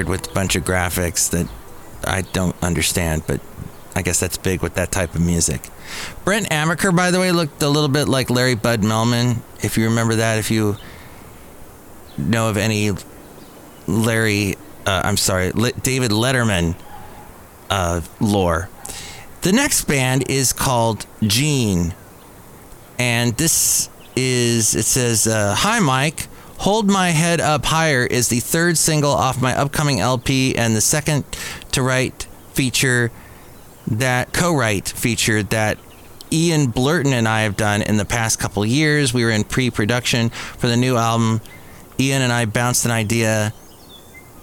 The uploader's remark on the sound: podcasts live from Café Anyway